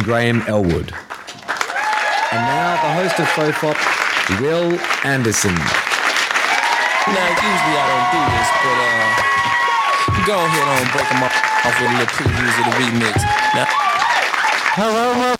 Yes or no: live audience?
yes